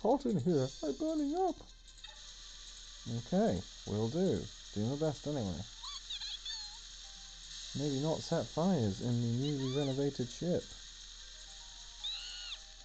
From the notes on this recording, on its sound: TRASH AUDIO. This attempt to work out how best to record my phone from my phone. There are some really basic mistakes made, it's frankly embarrassing.